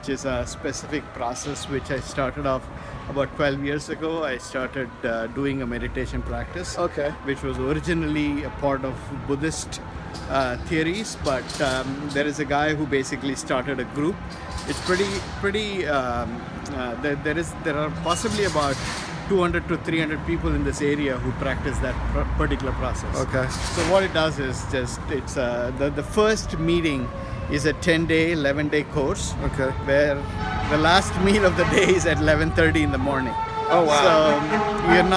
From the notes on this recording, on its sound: As we walk around the Walter E. Washington Convention Center during the Small Business Expo in Washington, District of Columbia today.